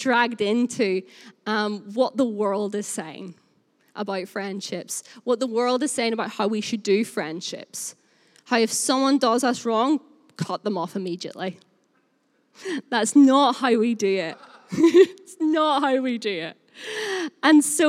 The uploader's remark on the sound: Recorded live at Life Church Lancashire 21st February 2021.